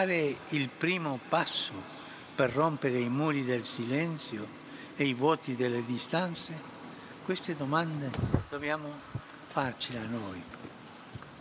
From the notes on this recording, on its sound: PETER'S SQUARE, RECITATION OF THE ANGELUS PRAYER